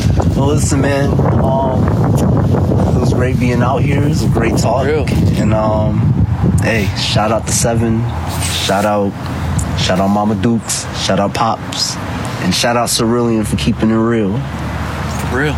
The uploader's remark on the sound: Just sitting outside on a sunny windy day